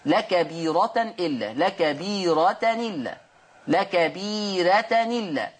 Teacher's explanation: مع ملاحظة ترقيق الراء